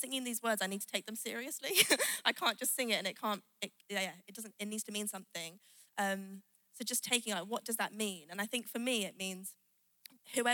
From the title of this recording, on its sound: Live at The Orchard Conference 2023